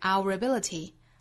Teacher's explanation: 在 ability 的前面加一个小的辅音 r，这样辅音和元音一拼变成一个音节